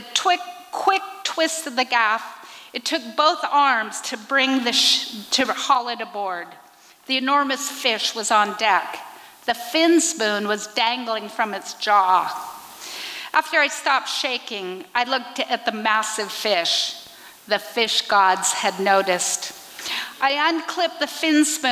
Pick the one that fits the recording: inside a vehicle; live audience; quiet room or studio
live audience